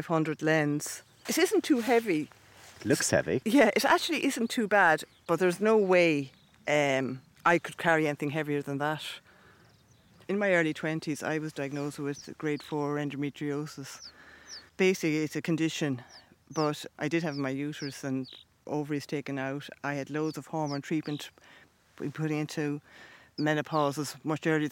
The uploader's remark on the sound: go birdwatching in a meadow on a hill outside Malahide